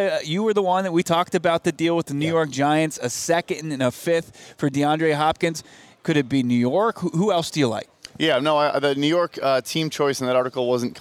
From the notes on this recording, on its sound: LIVE from the NFL Scouting Combine